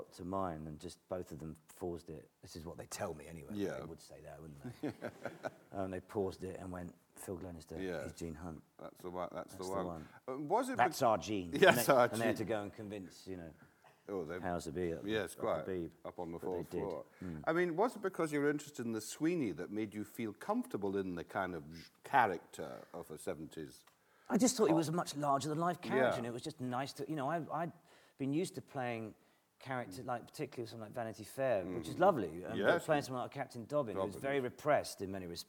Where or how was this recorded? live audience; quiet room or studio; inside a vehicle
live audience